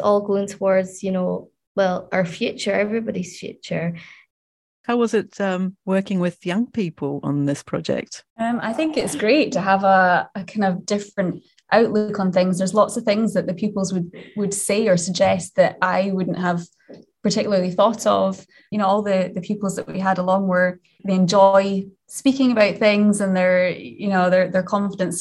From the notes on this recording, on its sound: Last autumn, I was joined on Zoom.